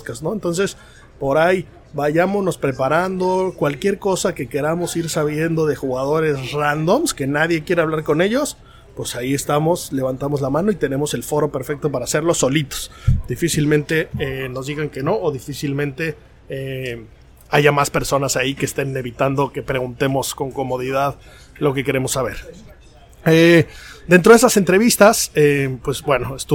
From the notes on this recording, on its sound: Live From The Open 151.